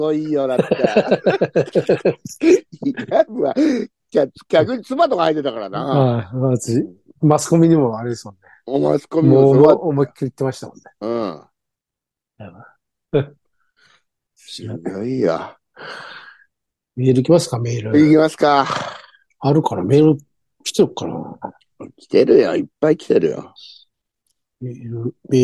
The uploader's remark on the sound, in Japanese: ZOOMで収録